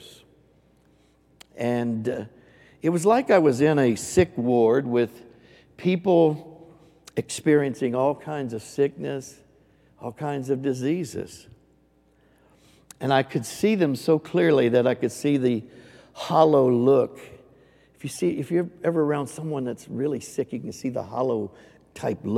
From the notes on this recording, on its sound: Recorded live on 3/27/22.